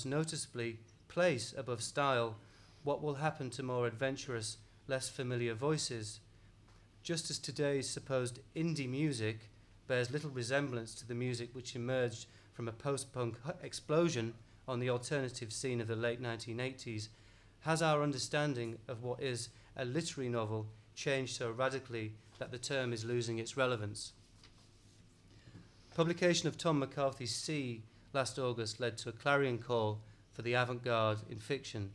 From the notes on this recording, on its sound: Recorded at the London Review Bookshop in May 2011.